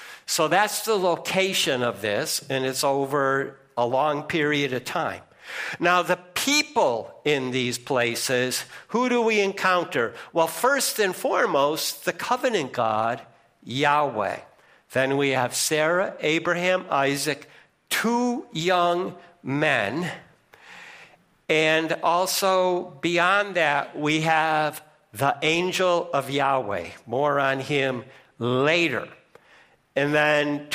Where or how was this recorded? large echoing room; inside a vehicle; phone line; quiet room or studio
large echoing room